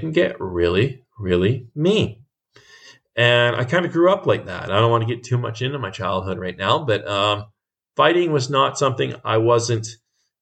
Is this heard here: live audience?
no